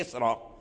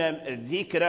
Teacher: إلا أن مصر راؤها مفخم والذكرى والشعرى راؤهما مرقق